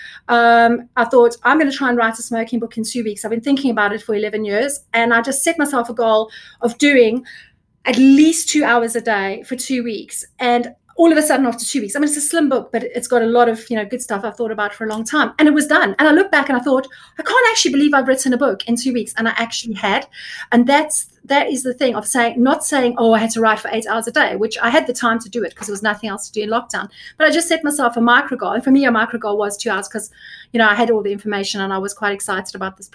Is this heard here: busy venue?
no